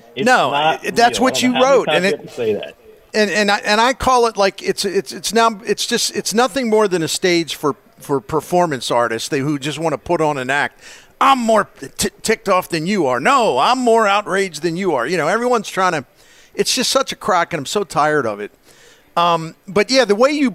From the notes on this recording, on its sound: Broadcasting live from Friendly's Sports Bar and Grill at 3971 Bayless Ave. In South St.